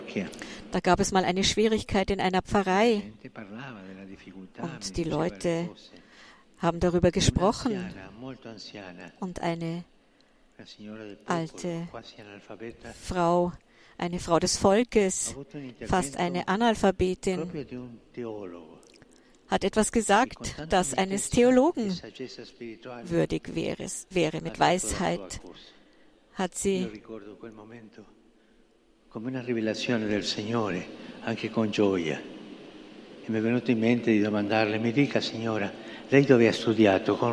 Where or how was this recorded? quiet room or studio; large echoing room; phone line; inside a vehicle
large echoing room